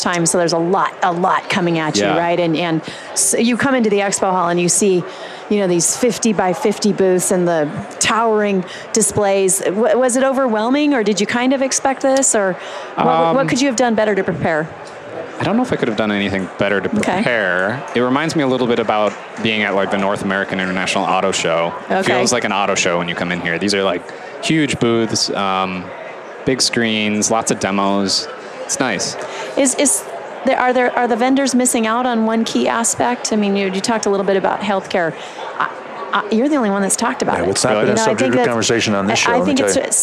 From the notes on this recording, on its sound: LIVE from Las Vegas, at #HRTechConf